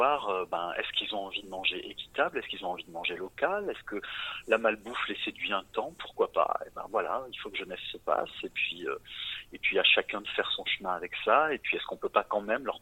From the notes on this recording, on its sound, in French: Entretien téléphonique